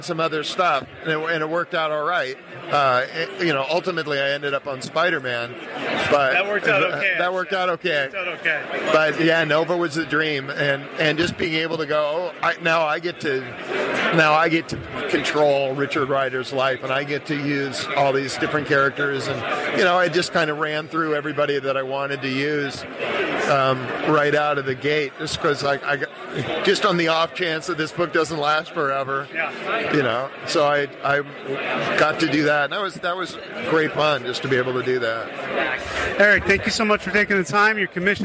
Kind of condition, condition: setting, busy venue